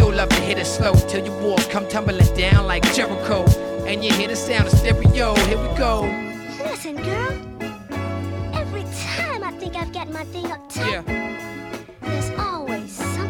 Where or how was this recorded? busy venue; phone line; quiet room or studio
busy venue